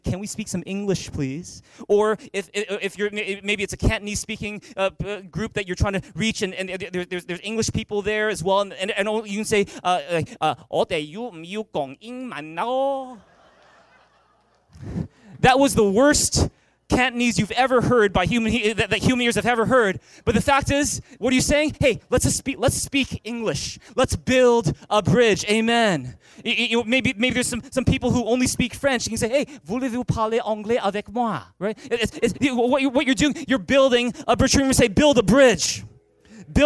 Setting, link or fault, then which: setting, large echoing room